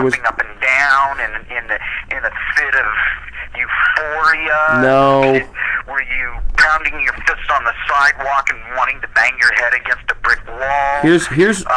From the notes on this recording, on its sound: Phone interview.